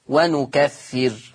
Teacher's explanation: أما ورش زي ما احنا ملاحظين من شكل الكلمة فيقرأ بنون العظمة وسكون الراء ونكفر، يبقى حفص يقرأ بالياء والراء مضمومة برفع الراء. أما ورش عن نافع فيقرأ بالنون والراء ساكنة